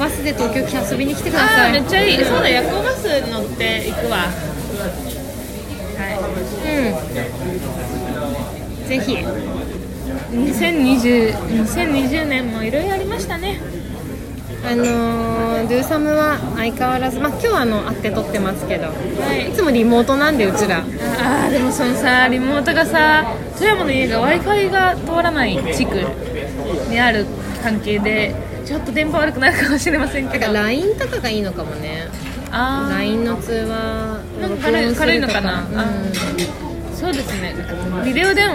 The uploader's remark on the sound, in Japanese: 2020/12/19 19:47新宿の喫茶店タイムスにて収録